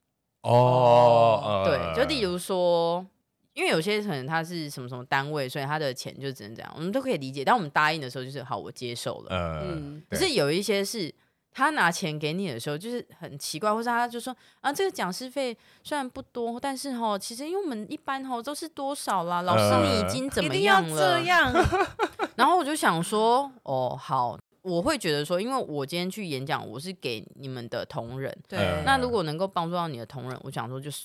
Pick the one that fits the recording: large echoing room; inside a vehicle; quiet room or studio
quiet room or studio